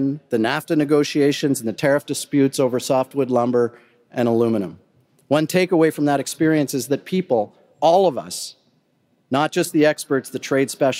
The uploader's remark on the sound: Addresses the audience at the US-Canada Summit, hosted by BMO and the geopolitical risk advisory firm Eurasia Group.